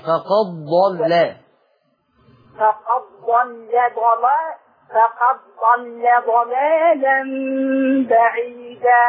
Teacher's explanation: انتبهي أن اللام مرققة فقد ضل